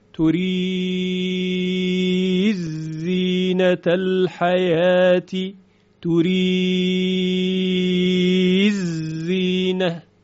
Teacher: دال در زه ادغام میشه تورید زینت الحیات، تورید زینه، به این صورت.